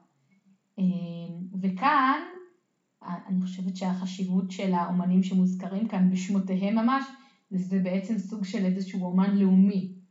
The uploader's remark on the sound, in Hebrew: ההקלטה באיכות פחות טובה מבדרך כלל